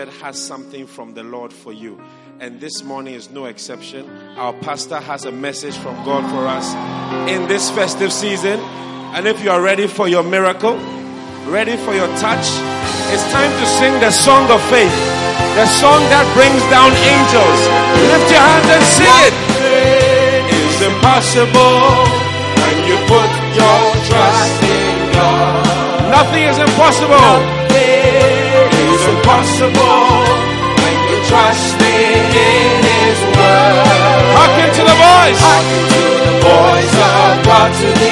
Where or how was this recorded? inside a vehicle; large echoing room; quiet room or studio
large echoing room